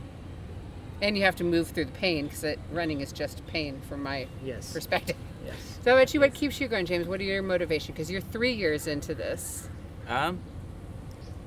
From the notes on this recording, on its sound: Join us backstage at Live Oak Music Festival.